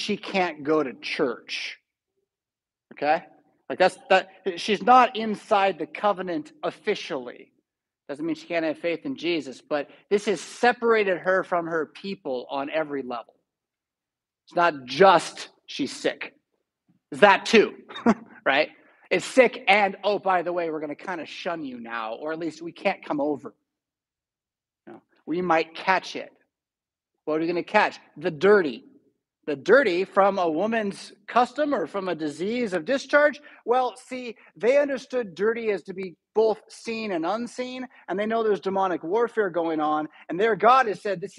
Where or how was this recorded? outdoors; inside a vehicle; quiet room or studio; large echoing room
large echoing room